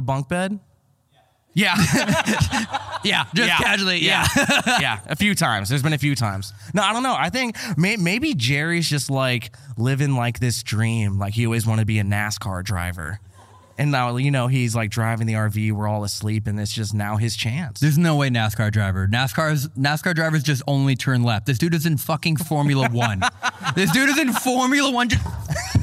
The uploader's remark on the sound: This episode was filmed in front of a live audience at the haunted Mid Orange Correctional Facility in Warwick, New York.